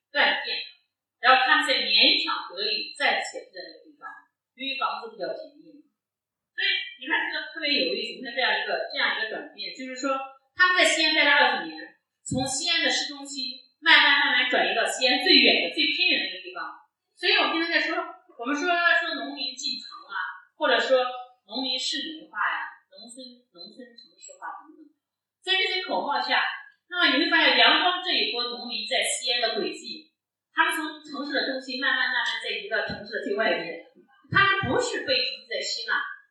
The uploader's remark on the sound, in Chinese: 现场特辑。本次节目属于现场临时录制， 音质较差请谅解。